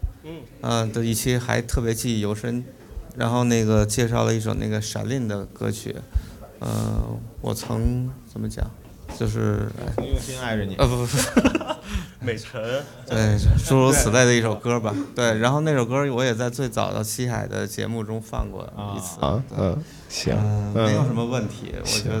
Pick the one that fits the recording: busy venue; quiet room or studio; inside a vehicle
busy venue